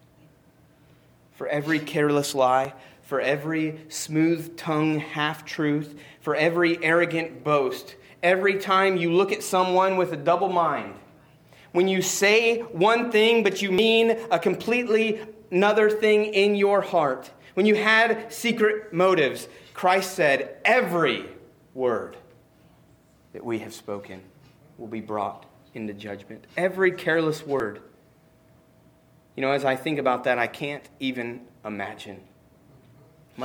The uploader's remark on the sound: Preached on 12-15-19 at Christian Fellowship Church